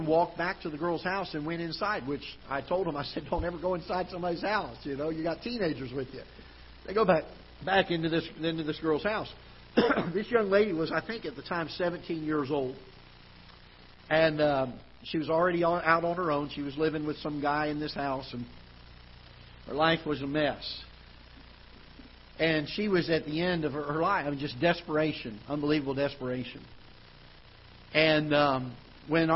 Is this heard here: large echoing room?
yes